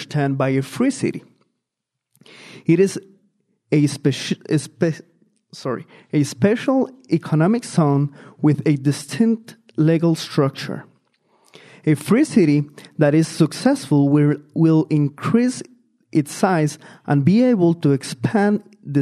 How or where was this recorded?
large echoing room